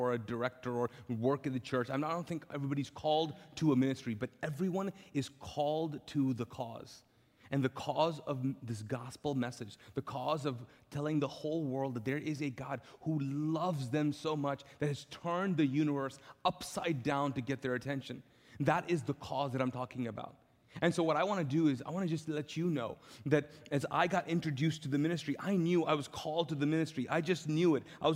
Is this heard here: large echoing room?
yes